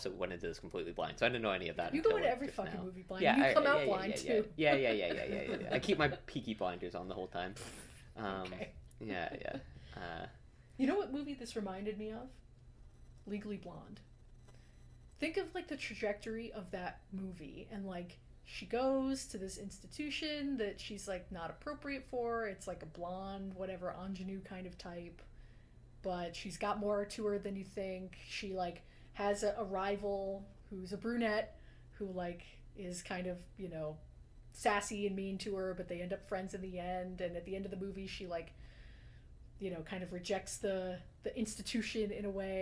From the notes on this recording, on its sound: Recorded in person. The audio is a little rough here.